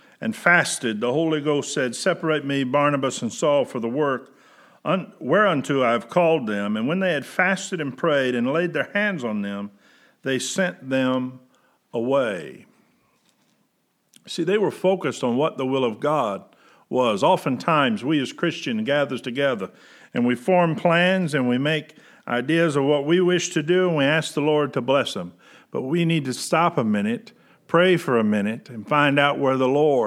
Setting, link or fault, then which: setting, large echoing room